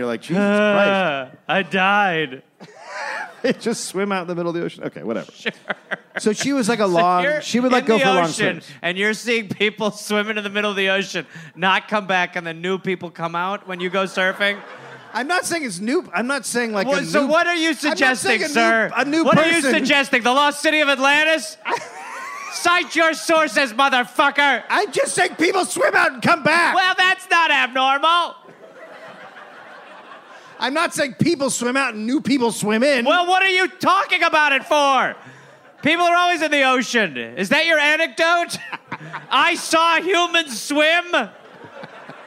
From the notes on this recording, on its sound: Recorded live in Phoenix, Arizona.